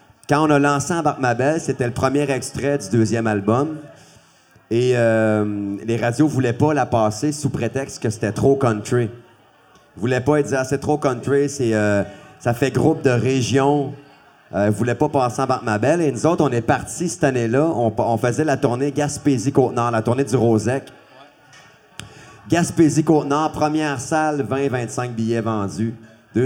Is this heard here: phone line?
no